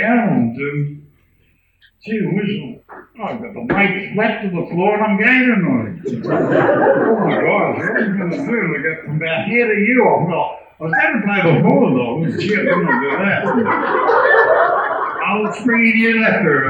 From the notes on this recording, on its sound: An original tape cassette recording from Healesville’s first Tall Tales in 1993. Interviewed six long time locals at the old Anglers Hall in Lalors Road. The old tape recordings were not the best quality.